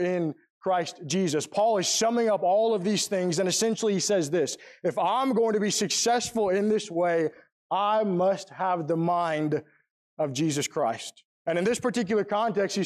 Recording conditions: large echoing room